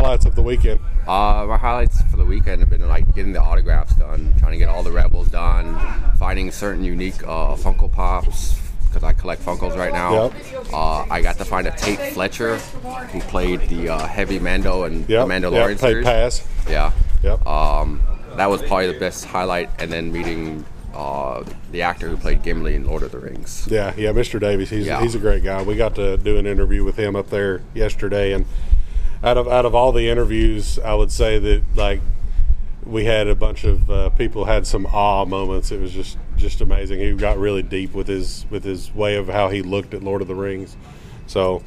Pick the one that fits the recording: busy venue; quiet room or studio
busy venue